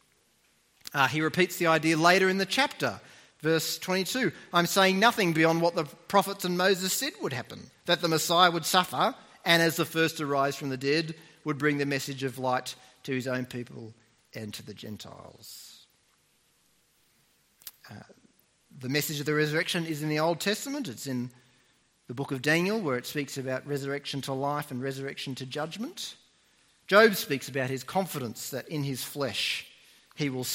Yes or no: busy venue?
no